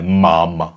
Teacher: Protože jo, obvykle hlásku M vyslovujeme takzvaně bilabiálně. Jo, bilabiálně, to znamená stiskneme horní a spodní ret a vyslovíme tu hlásku M